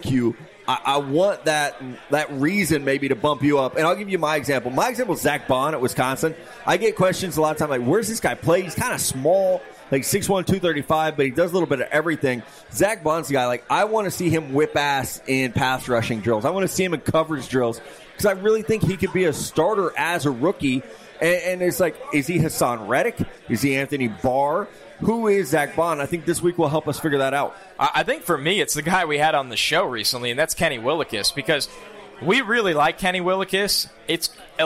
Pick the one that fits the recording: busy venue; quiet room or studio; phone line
busy venue